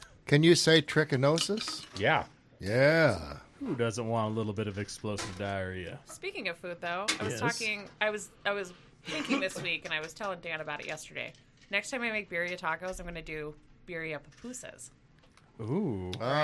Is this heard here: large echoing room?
no